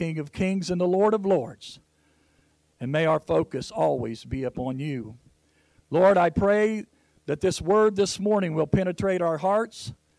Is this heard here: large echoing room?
yes